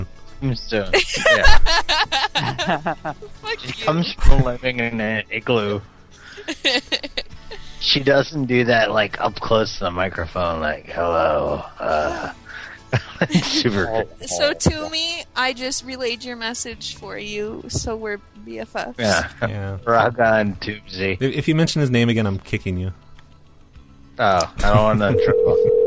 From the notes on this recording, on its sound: Prank Phone Calls